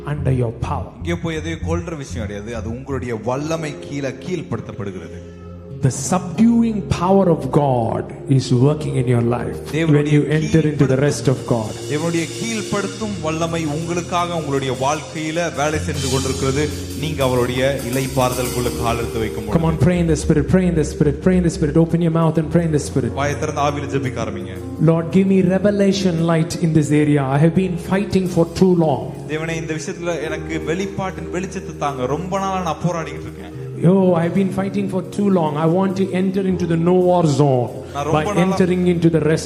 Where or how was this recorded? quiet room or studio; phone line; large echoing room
large echoing room